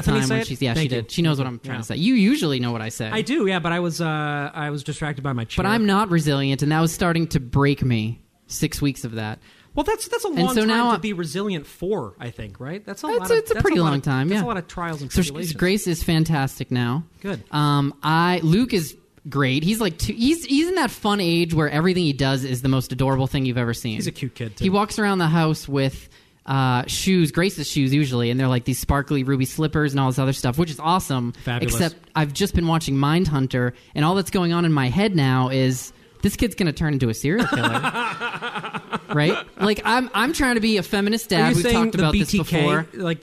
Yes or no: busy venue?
yes